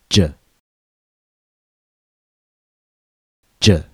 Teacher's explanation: we first stop the air completely by pressing our tongue against the gum ridge. Pressing our tongue against the gum ridge, we block all the airflow. · Term: stop consonant